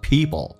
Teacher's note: P 跟 L 在一起，美式发音经常有一些浊化现象，趋向于发 B 跟 L，叫做 people。所以如果有人说 people，你要能听懂。下面一个 arelike，红色字体在这句话当中属于非实义词汇，那么用降调来发，一闪而过。二有弱化现象，直接发成耳，嘴巴打开一点点，舌头卷一下，而 like 也没有像以前那么字正腔圆，用后部的口腔说一下 like， arelike，所以点一下 people are like teabags。那么人生就好像茶叶袋一样，茶包一样，所以你看一下，这完全是不一样的。